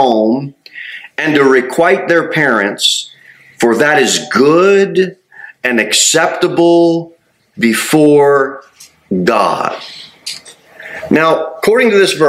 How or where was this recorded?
large echoing room